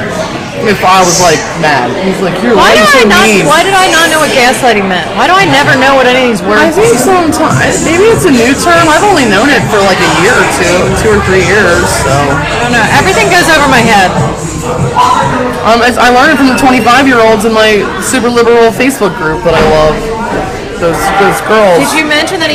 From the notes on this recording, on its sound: LIVE at Molly Malones in Covington, KY